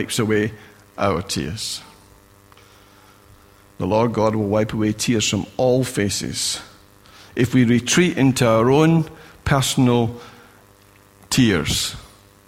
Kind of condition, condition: setting, large echoing room